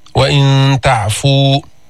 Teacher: إخفاء النون الساكنة عند التاء